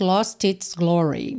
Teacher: o T de lost foi usado para juntar com its